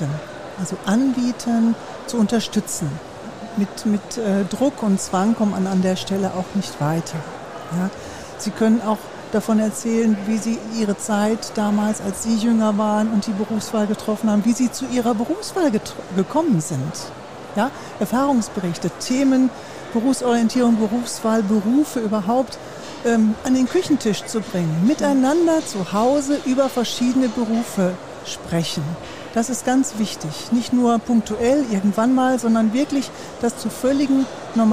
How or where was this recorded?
busy venue